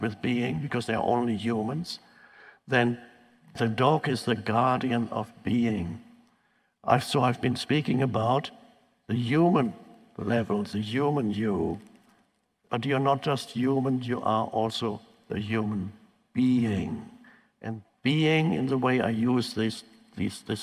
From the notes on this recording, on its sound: talks with an audience